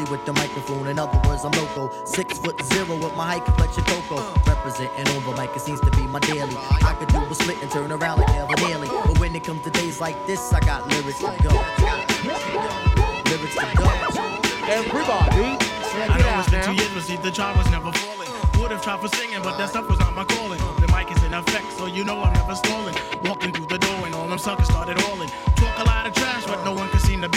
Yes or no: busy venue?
yes